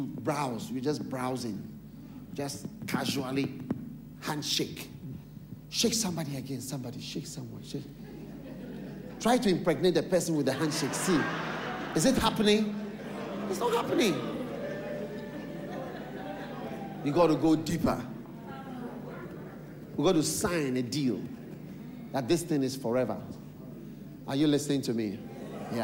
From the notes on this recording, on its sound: Preached at the Qodesh